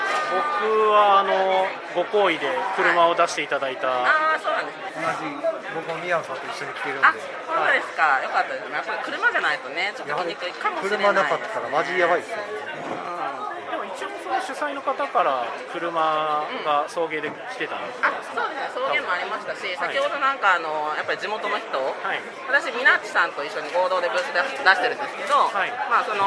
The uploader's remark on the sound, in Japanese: 九州ボードゲームカーニバル会場インタビュー！！会場の雰囲気をお伝えするために周りの騒音が入っていますが、ご了承ください！